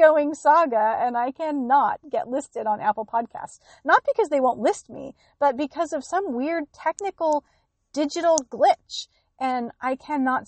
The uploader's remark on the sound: On location from the Northern California Redwoods